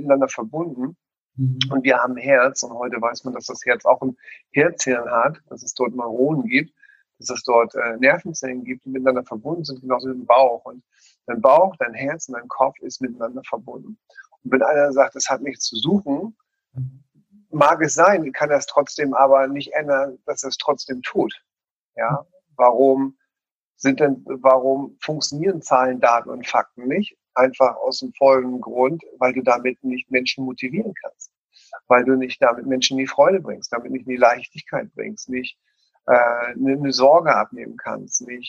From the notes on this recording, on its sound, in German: In dem Interview, was wir aufgrund der aktuellen Situation über zoom gemacht haben